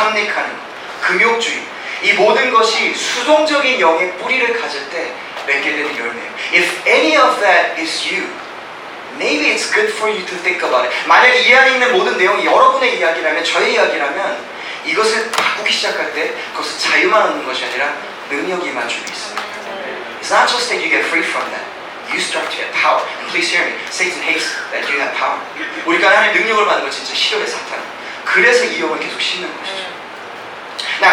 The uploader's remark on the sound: (POOR AUDIO QUALITY). We apologize for the poor audio quality due to technical difficulties.